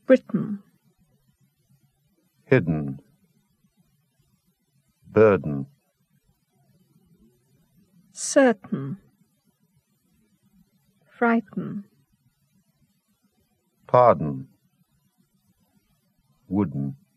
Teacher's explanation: T and D followed by syllabic N